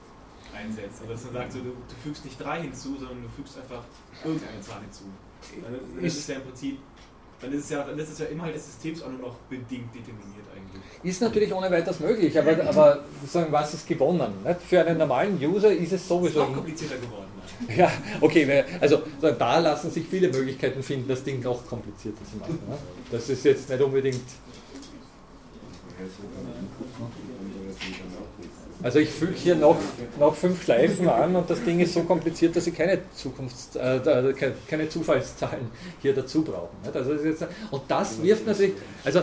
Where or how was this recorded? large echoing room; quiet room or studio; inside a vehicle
large echoing room